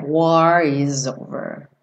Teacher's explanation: O S do is ganha um sonzinho de Z, né?